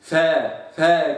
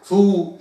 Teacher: فلو قلت فا فا كده بدون أن تلامس الأسنان باطن الشفة انزلقت الفاء، يعني ضاعت.